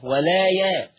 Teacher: إبدال الهمز الساكن بألف مادية هكذا: ولا يأ، هتقرأ ولا يا، ماشي كده معايا؟